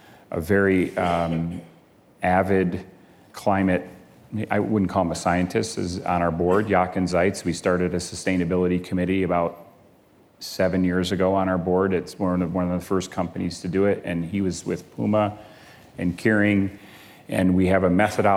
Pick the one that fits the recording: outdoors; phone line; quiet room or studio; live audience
live audience